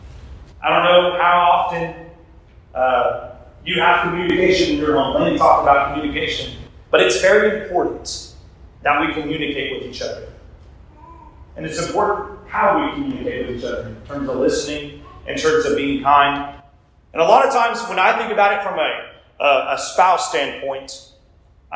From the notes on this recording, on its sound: We experienced some audio issues during this episode